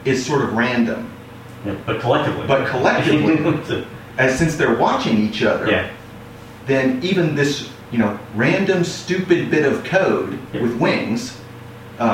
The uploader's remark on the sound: The echo-ey effect. I literally just clipped out a few of the most egregious points where we were talking over one another and ran the dynamic range compressor a couple of times. I did experiment a bit with noise removal, but the distortion was distracting, so I quit playing with it.